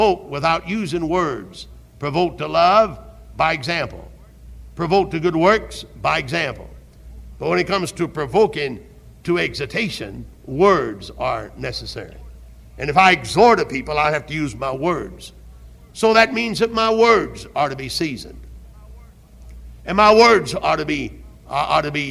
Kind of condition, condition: setting, large echoing room